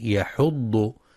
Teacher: ينتبه القارئ لترقيق الحاء في كلمة يحض فلا يفخمها لمجاورتها الضاد